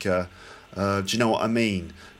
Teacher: I noticed that you were sort of dropping the T sound